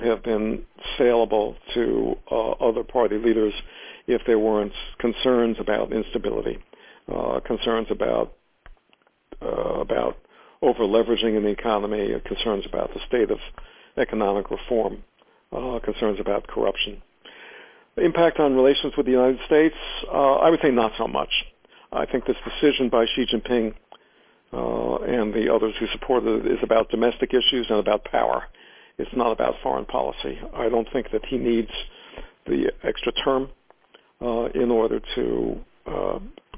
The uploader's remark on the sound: In this brief excerpt from the teleconference